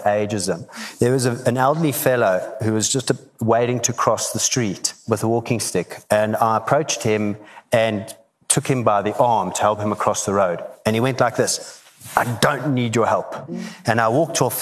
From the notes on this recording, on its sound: Talking on a panel at the recent Virgin Atlantic Business is an Adventure event